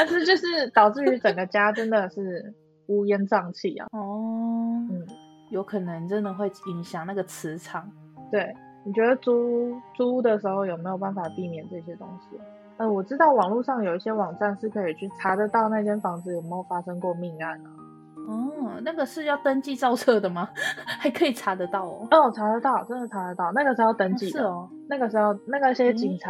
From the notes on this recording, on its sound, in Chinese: 這集在錄製時有許多吵雜背景音。